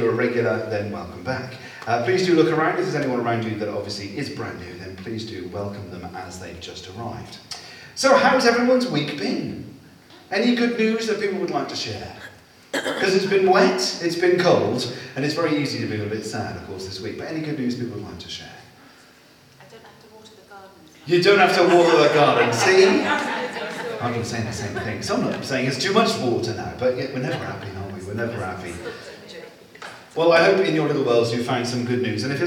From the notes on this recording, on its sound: Live recording of 630 Praise 16th July 2023